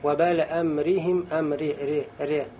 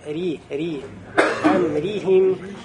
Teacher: необходимо «р» произнести, да, с полной кясрой, то есть настоящей кясрой, не переходящей в букву «е» · Shown in: second take